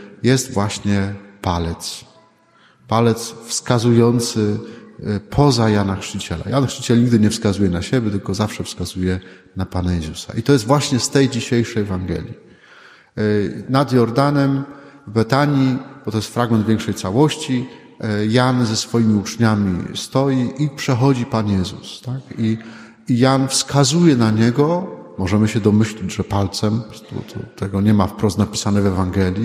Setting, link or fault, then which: setting, large echoing room